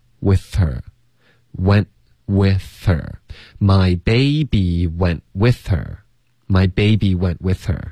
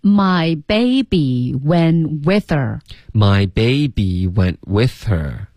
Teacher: with 跟 her 呢，我们会把 h 的音给省了，然后连读